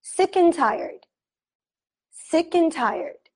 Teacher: The and turns into an N.